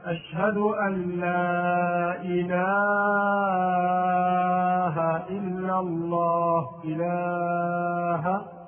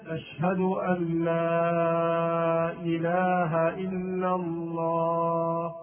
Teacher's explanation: الخطأ الرابع والعشرون، المبالغة في مد اللام في إله · Shown in: first take · فينطقها بعضهم هكذا، أشهد أن لا إله إلا الله إله، هذا خطأ، والصواب أن يمدها مدا طبيعيا، أشهد أن لا إله إلا الله.